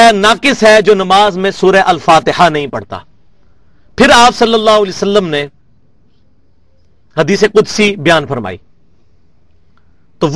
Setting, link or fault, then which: setting, large echoing room